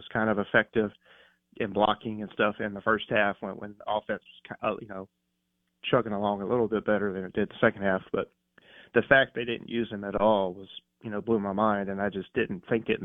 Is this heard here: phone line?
yes